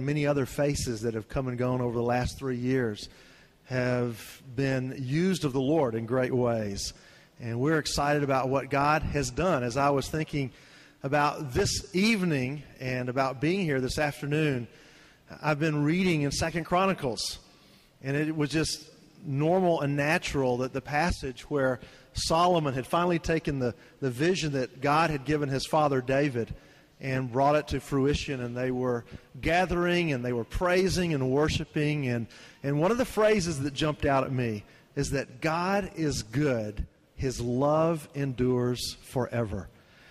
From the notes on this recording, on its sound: This is the audio from our special dedication service for our new worship facility.